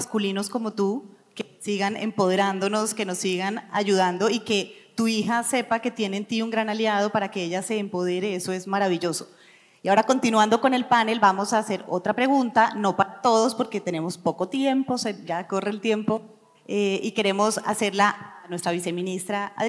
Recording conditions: live audience